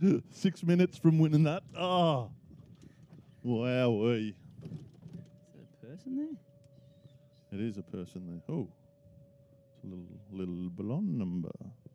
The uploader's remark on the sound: Live Edition. Give you an insight on what its like to play a round of golf with them by taking the Mics to the course!